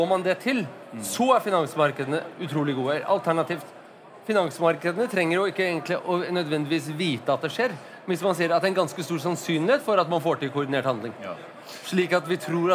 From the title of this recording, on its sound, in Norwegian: LIVE på ONS 2022